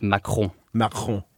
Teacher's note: last syllable is one of the three nasal ones in French